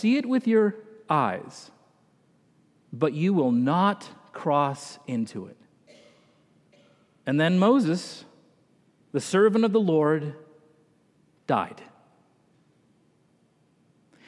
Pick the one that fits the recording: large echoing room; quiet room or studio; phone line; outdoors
large echoing room